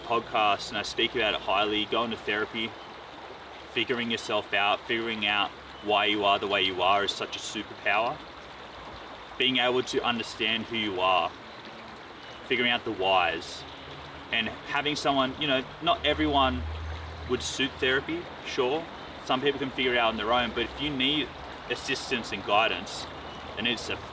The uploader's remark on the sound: travelled to the Dandenong Ranges in Victoria and recorded out in nature